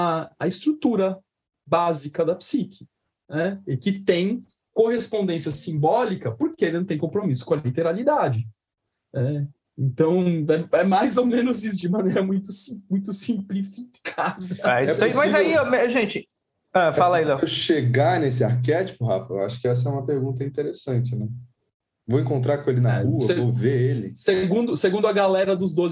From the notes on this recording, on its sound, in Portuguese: LIVE.